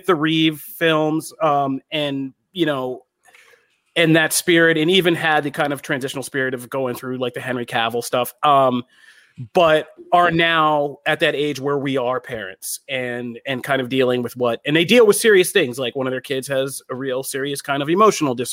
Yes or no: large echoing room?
no